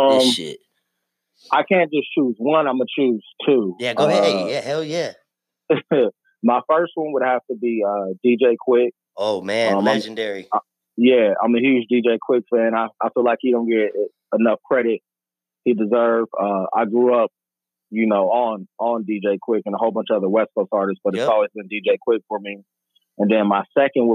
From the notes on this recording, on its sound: IN THE SMOKERS LOUNGE. TAPS IN ON THE PHONE TO TALK NEW MUSIC (E.P) FROM ARIZONA.